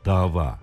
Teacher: İki A sesi de uzun okunuyor.